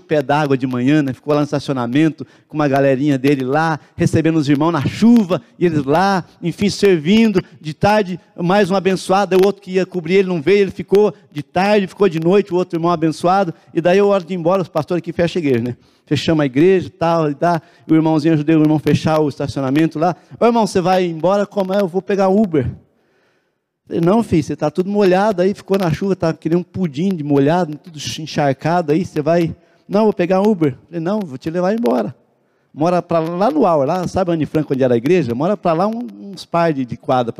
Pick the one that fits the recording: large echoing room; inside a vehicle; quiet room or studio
large echoing room